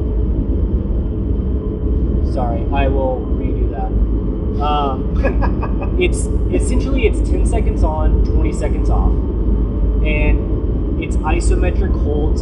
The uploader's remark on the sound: The episode has subpar audio quality and will be the last full-length of its kind.